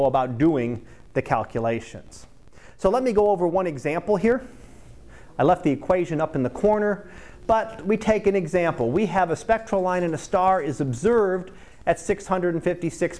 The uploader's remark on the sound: Live Class Lecture